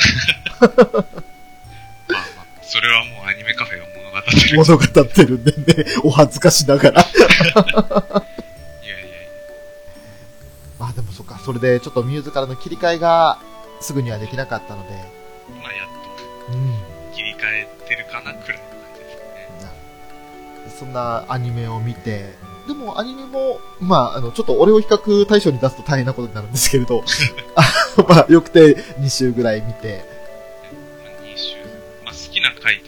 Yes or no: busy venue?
no